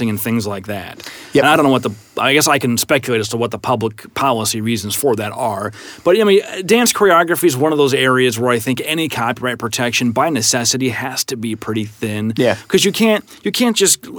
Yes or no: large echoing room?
no